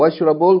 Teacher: Originally, the verb should be ishrabu, but we're going to say washrabul with short vowel. Washrabul, because hamzatul wasl.